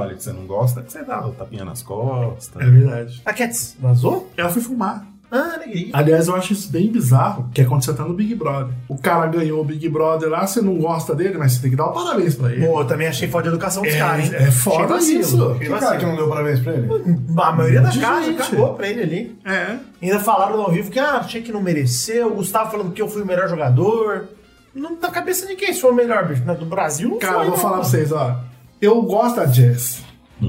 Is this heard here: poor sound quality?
yes